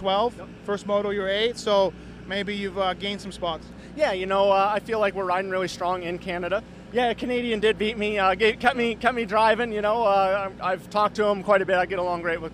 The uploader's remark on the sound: Red Bud 2012 Post-race Interviews.